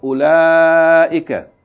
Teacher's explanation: U with short vowel. La with a long vowel.